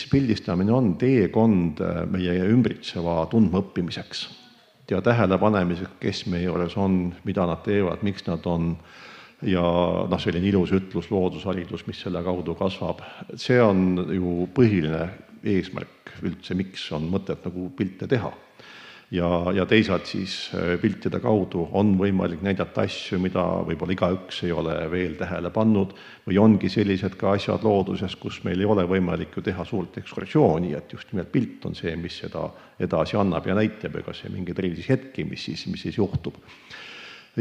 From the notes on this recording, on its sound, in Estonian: Oktoobrikuu saate salvestasime Matsalu loodusfilmide festivalil.